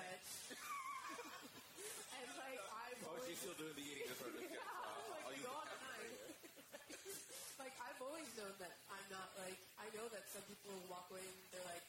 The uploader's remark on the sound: LIVE from the Provincetown International Film Festival. This episode was recorded in May 2023 at the Provincetown Film Festival.